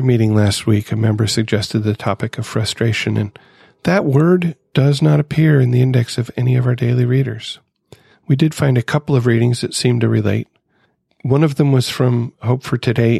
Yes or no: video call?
no